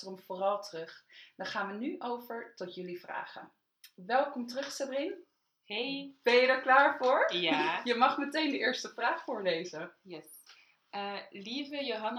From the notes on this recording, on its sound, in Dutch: EXCUSES VOOR HET GELUID! We hadden een verkeerd knopje ingedrukt...